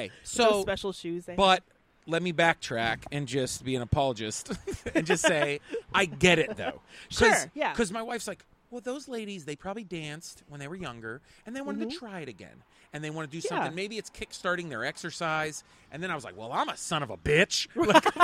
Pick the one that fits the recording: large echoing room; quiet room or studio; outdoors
outdoors